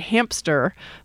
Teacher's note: I am putting a P into hamster, because I tend to say hamster, that it's about putting an M next to that, the S, and you'll get the P gets inserted.